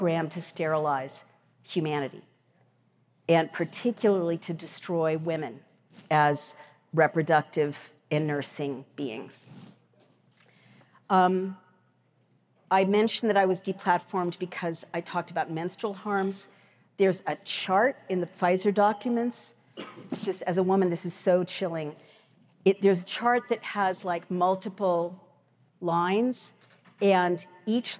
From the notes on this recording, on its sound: Recorded at the Mises Institute's Supporters Summit in Auburn, Alabama, 12-14 October 2023.